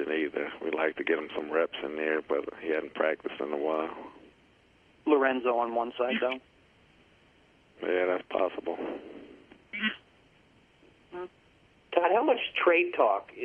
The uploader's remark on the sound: Conference Call: 9/2. Jets HC Addresses the Media on Friday.